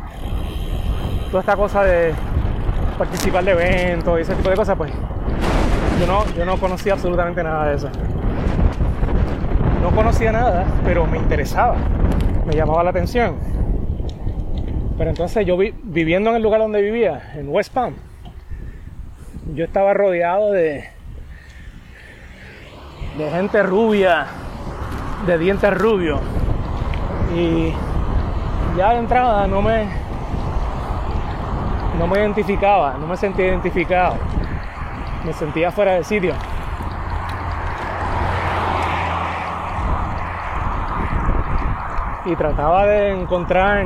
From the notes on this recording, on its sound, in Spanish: iba corriendo bicicleta, esquivando camiones